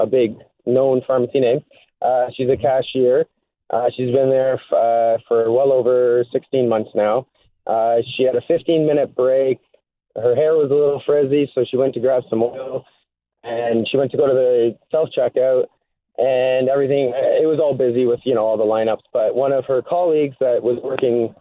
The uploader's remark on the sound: We're answering your phone calls